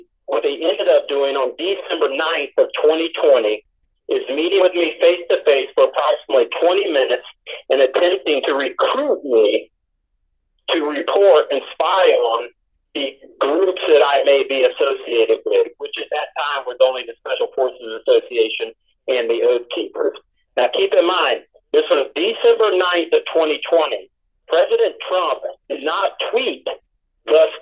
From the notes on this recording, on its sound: able to phone in from his prison cell